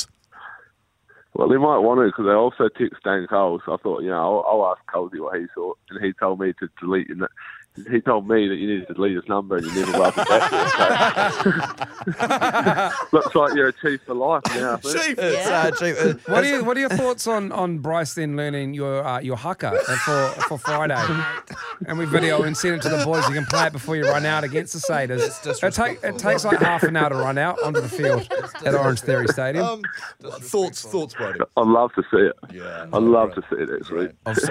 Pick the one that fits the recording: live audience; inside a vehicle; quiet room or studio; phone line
phone line